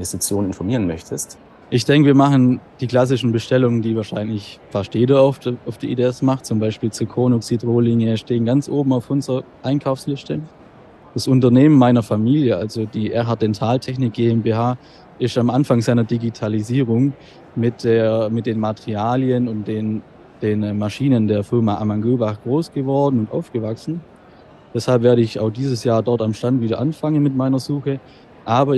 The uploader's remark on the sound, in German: Live auf der IDS 2023 in Köln